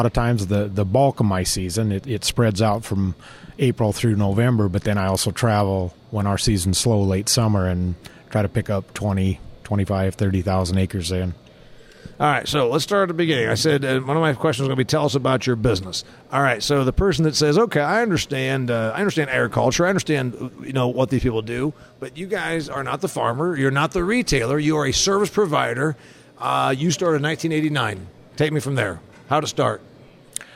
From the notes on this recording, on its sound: I taped this episode from the National Ag Aviation Association convention and trade show.